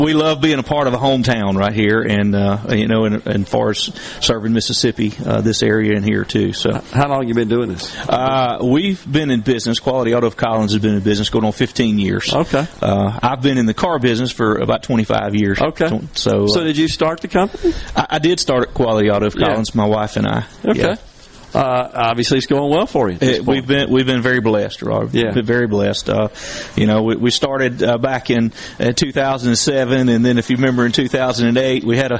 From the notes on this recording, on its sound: LIVE from The Collins Christmas Festival